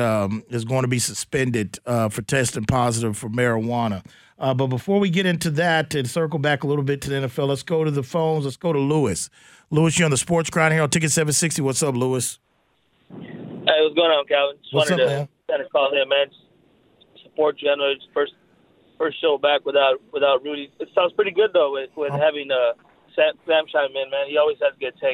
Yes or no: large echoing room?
no